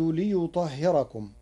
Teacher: قرأ ورش كلمة ليطهركم بترقيق الراء لوقوع كسر قبلها.